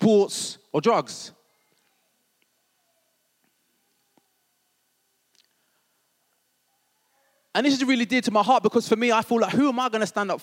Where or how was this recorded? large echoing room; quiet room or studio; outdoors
large echoing room